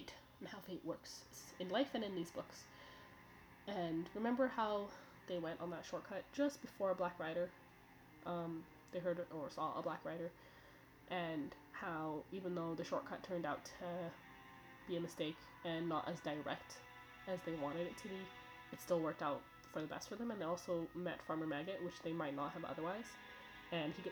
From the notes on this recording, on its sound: (Apologies for the audio volume, I'm still figuring it all out).